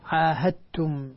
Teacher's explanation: انتبهوا لكلمة عاهدتم يا أخواني، الدال مع التاء إدغام متجانسين، الدال مع التاء نفس المخرج لكن بدون تختلف في بعض الصفات، فلا إذا أدغمنا الدال في التاء أصبحت التاء مشددة، ولذلك لا يكون فيها قلقلة على الدال